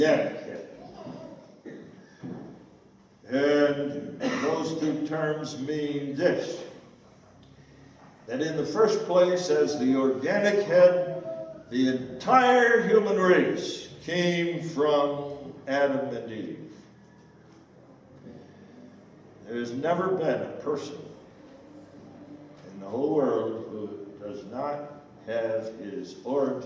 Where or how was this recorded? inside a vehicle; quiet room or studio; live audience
live audience